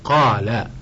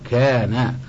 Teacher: فإن كان ما قبلها مفخما فخمت نحو قالا، وإن كان ما قبلها مرققا رققت نحو كانا